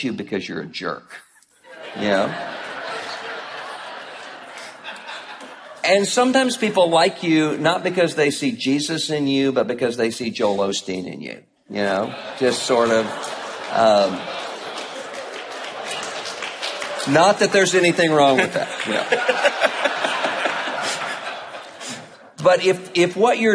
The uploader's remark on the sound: Live from National Conference 2014. Audio from the Live Q&E Event. At the ERLC 2014 National Conference.